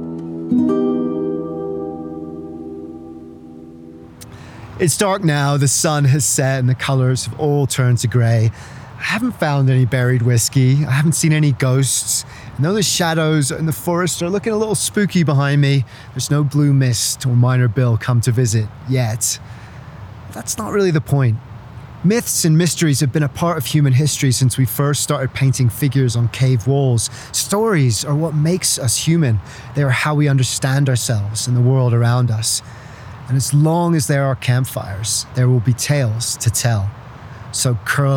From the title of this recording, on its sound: On Location in Rocky Mountain National Park